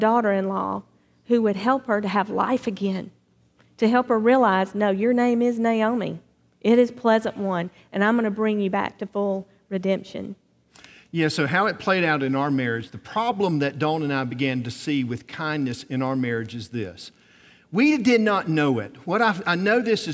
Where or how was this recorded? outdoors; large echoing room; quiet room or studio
large echoing room